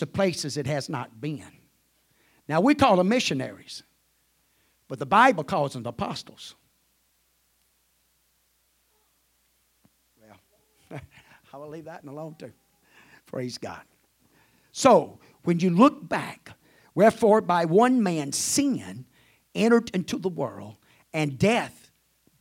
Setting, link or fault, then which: setting, large echoing room